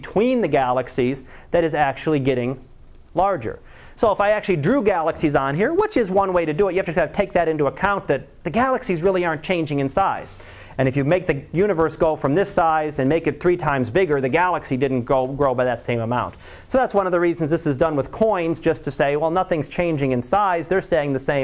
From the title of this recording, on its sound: Live Class Lecture